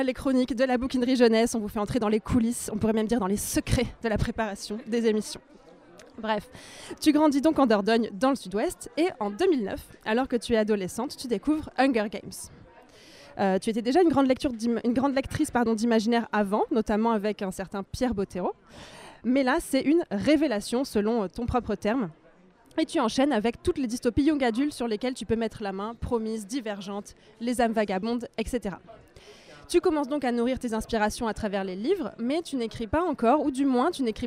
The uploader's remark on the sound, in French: Une émission, une fois n'est pas coutume, enregistrée au Salon du livre et de la presse jeunesse de Montreuil.